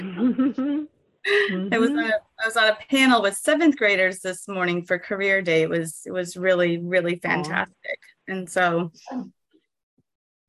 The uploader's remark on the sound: Transportation Commission - ZOOM